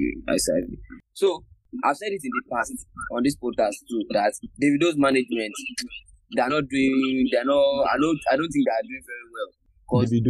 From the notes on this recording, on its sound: Pardon the bad audio